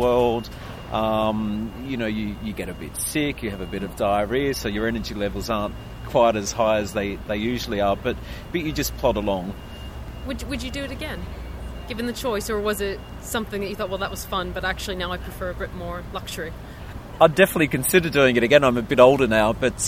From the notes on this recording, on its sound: We recorded this at our wild camping spot, just outside of Sussex NB, thus the sound of the wind in the trees and other noises not found in a studio.